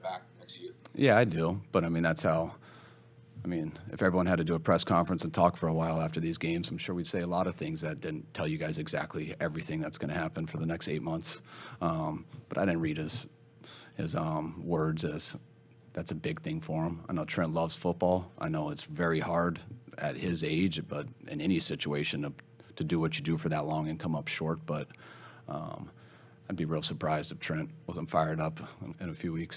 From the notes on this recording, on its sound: Press Conference.